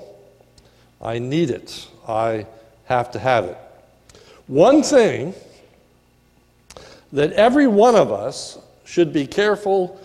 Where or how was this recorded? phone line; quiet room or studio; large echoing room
large echoing room